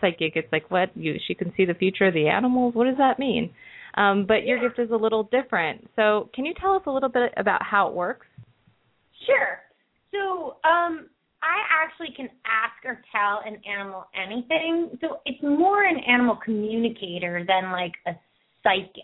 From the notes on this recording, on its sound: open up the lines for listeners to call